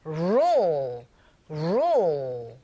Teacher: 그러면서 소리를 내지는 않지만 준비 작업이 우 하시는 거여서 rule, rule. 시작은 R이고 끝부분에 중간에 L 사운드가 있기 때문에 rule 올리면서 혀끝이 윗니 뒤로 붙고 하시면 되죠.